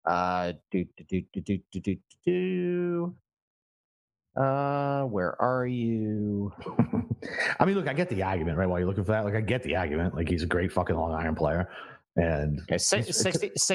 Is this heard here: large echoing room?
no